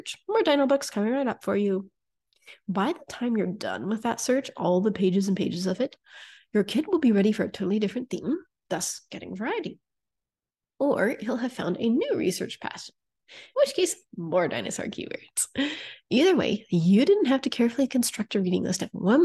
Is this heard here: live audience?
no